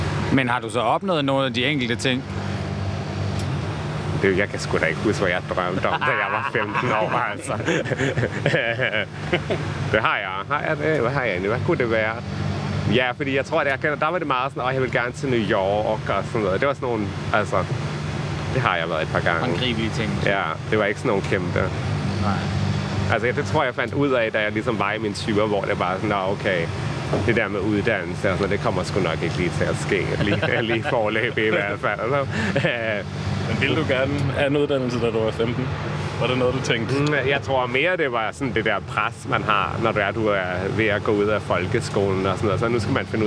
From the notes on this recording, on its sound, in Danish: 30-årskrisen er på Roskilde Festival. Han søger dog ikke campingpladsen og ølbongene, men holder sig til sin campingvogn og koncerterne.